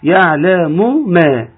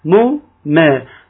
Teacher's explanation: تفصل الميم المضمومة عن الميم المفتوحة